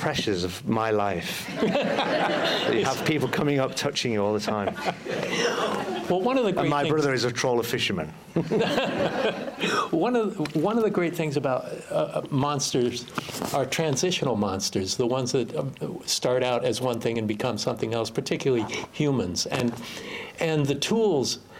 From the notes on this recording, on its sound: LIVE at Grimmfest. LIVE from Manchester England's Grimmfest.